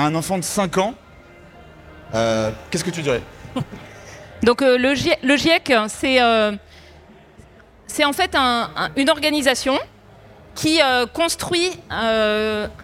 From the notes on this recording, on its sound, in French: Dans cette conférence, nous avons laisser l’occasion à tous nos festivaliers mais aussi aux auditeurs de Brut de pouvoir poser toutes leurs questions. Une session de questions réponses.